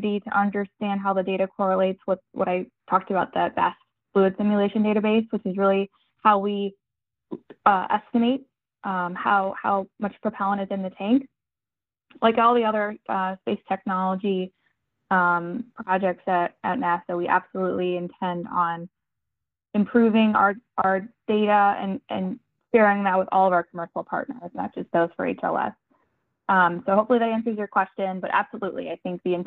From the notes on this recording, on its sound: NASA NOVA-C Moon Lander Update - Teleconference. NASA held a virtual, audio-only media teleconference.